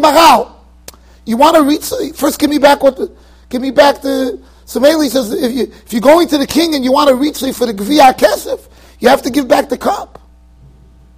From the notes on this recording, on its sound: Shiur recorded in Yeshivas Ohr Reuven, Monsey NY.